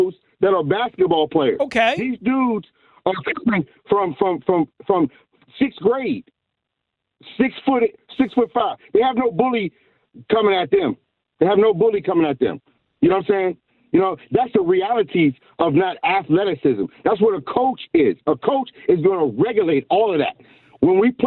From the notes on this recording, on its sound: Callers join the show